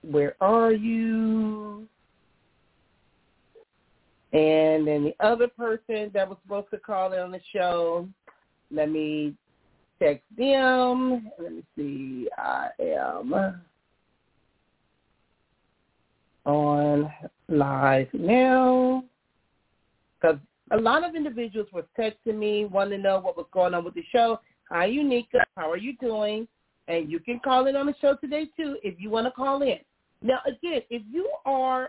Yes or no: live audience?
no